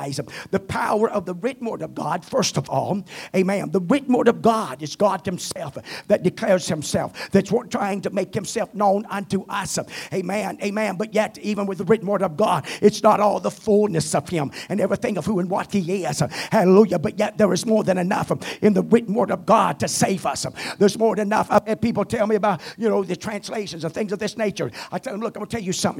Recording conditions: large echoing room